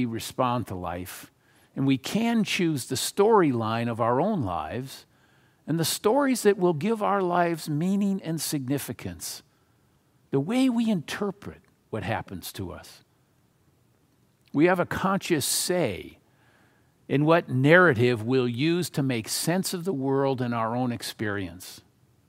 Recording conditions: large echoing room